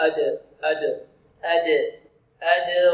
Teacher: لابد أن نحترس من تفخيم الدال، لأن الدال ليس من حروف التفخيم وليس من حروف الاستعلاء